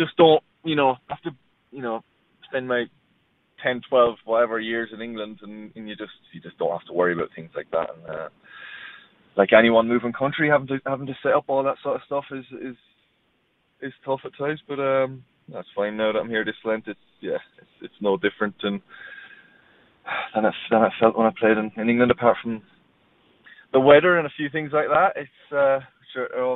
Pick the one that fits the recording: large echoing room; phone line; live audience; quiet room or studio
phone line